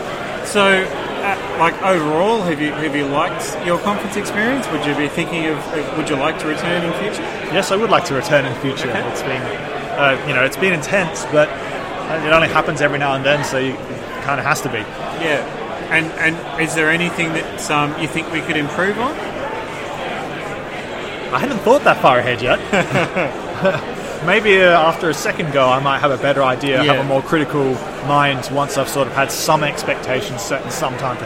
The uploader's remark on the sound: linux.conf.au 2017: First timers interviews